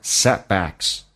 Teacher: Setback 的 t 可以不发音，在美式发音两个辅音在一起，前面一个辅音不用发，气流阻塞